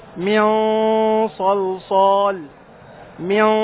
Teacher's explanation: فمثلا نون ساكنة بعدها صاد تفخم الغنة، من صلصال من، هذه غنة مفخمة، والغنة مخرجها من الخيشوم، وغنة مخرجها الخيشوم.